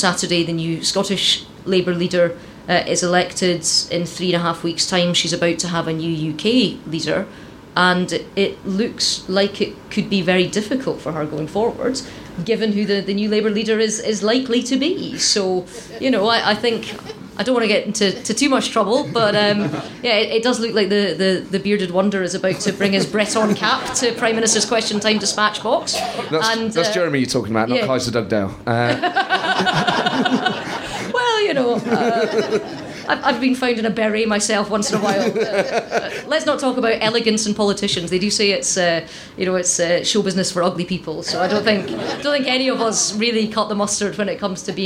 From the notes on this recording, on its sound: In a show recorded live at the Edinburgh Festival 2015.